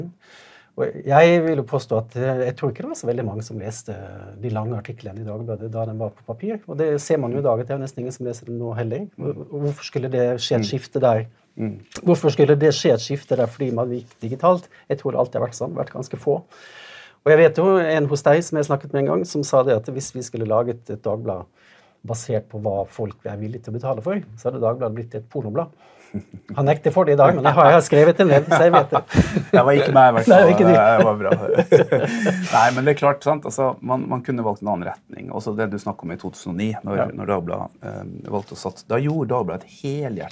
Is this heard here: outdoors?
no